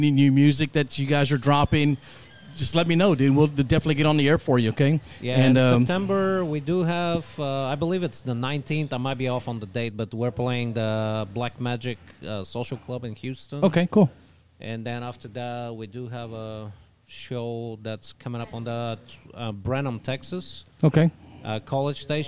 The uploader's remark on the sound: This episode was recorded live at the Russ Driver Benefit on July 9 in Houston, TX.